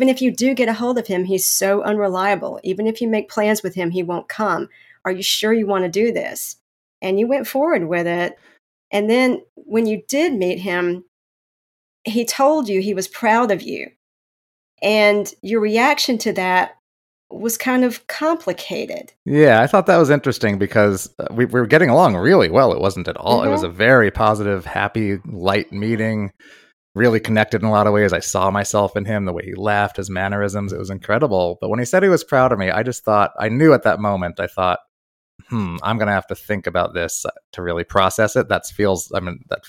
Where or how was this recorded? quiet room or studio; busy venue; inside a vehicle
quiet room or studio